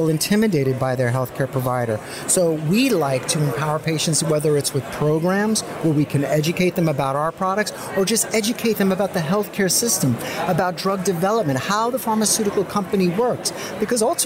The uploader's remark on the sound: Live at Pharma USA